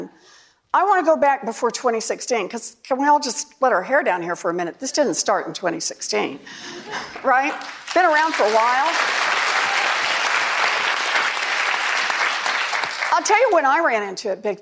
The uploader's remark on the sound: during a live town hall